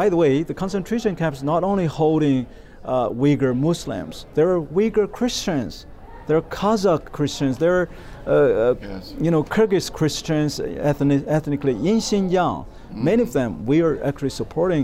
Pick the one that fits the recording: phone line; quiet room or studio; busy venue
busy venue